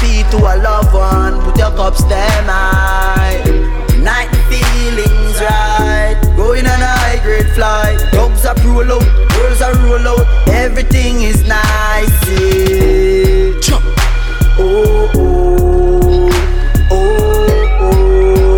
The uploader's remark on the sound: One and Only Afterwork in Cork City - Ireland Raw Live Set played on November 27th at Edison.